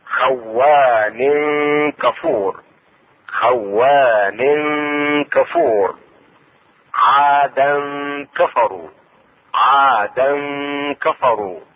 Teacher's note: مثال اخر، خوان كفور، خوان كفور، عادا كفروا، عادا كفروا. اخفاء التنوين عند الكاف مع الغنة، والغنة حركتين تخرج من الخشوم